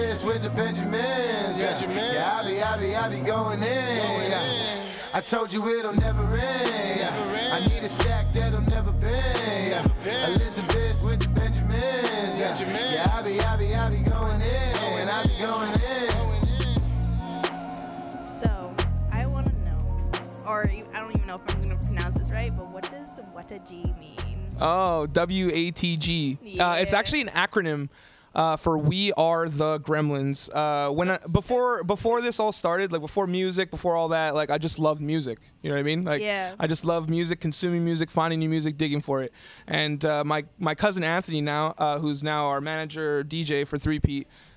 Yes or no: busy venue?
yes